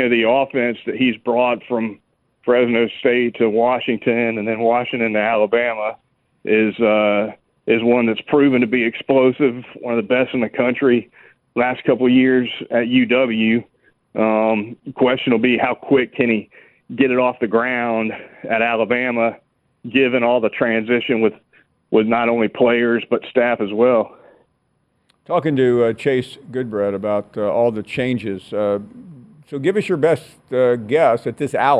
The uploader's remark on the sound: We continue taking your phone calls.